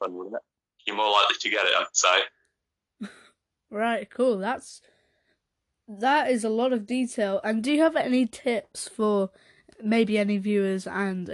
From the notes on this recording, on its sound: Audio was bad